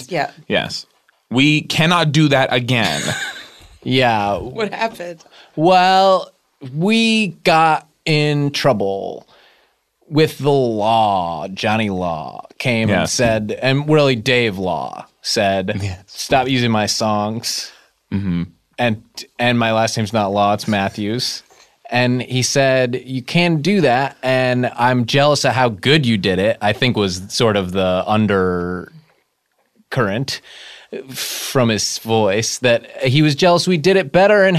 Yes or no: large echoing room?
no